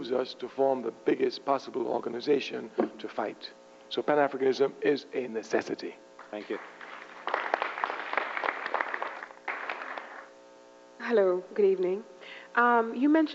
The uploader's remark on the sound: At Florida International University in 1992. Gives a lecture at FIU.